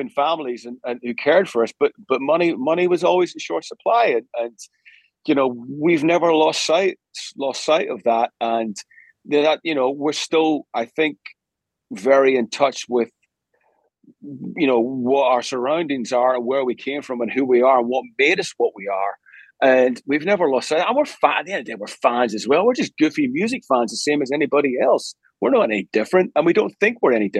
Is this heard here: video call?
yes